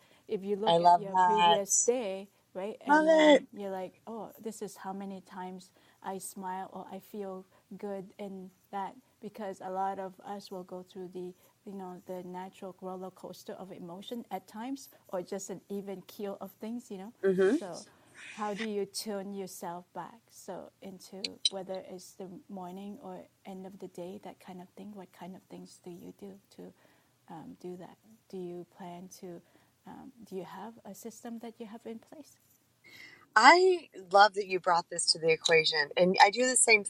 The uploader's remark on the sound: In this episode you'll get a glimpse into a LIVE Wisdom app talk between me and a fellow Wisdomer and dear friend. The audio is not the best quality and our individual volumes are quite different.